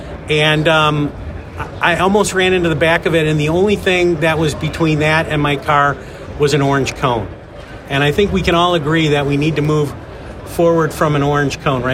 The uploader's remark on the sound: Utility Fleet Professional was live at the ATSSA 2023 show